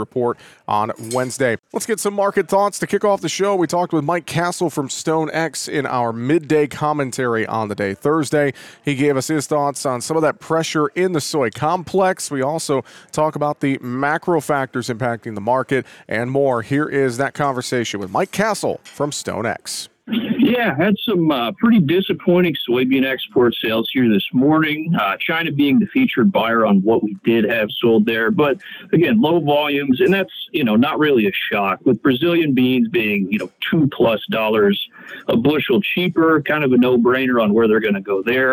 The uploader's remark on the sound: We are live from the Cattle Industry Convention and NCBA Trade Show in Orlando, FL again today and we share some great conversations from the show.